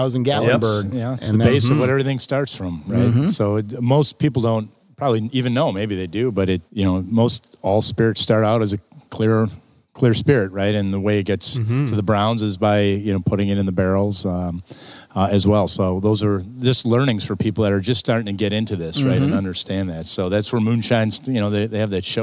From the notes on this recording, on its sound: Film on location in the distillery center at Central Standard.